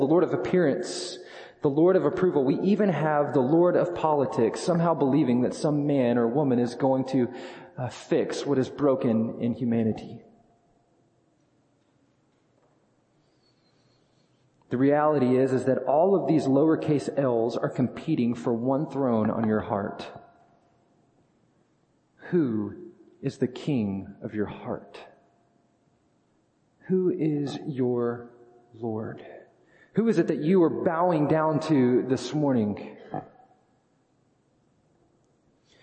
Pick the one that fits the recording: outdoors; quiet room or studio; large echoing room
large echoing room